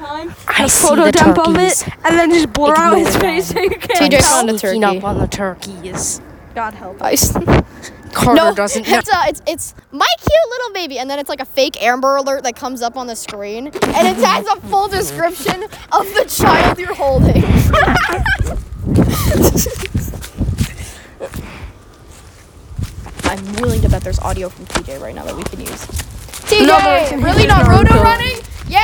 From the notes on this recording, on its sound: We went outside again!